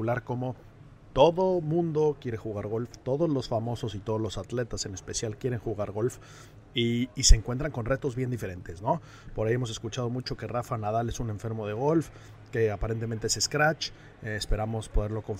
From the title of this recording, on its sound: Live from The Open